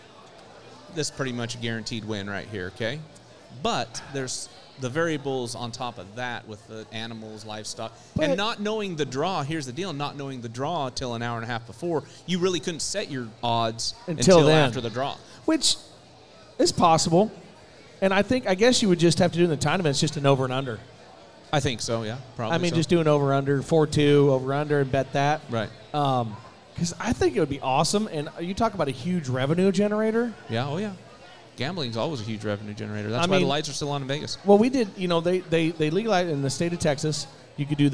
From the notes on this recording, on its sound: LIVE from Corpus Christi Buc Days WCRA Rodeo!